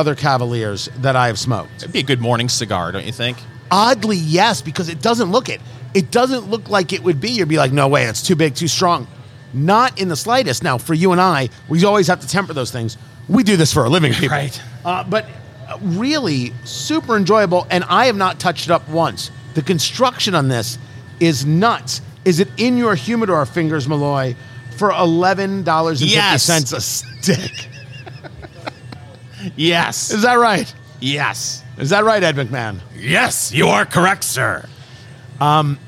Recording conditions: busy venue